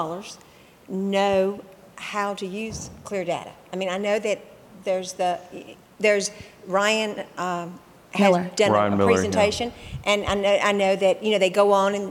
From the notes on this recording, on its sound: We continue our series on the Auto Remarketing Podcast highlighting some of the panels and presentations from Used Car Week 2023. This episode features a dealer panel.